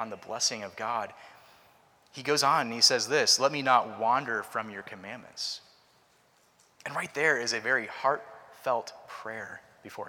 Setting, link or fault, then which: setting, large echoing room